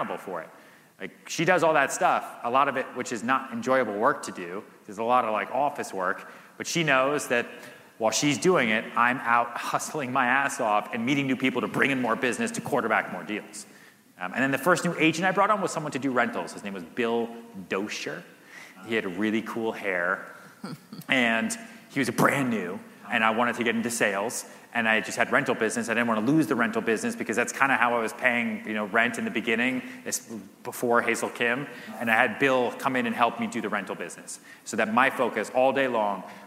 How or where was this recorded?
live audience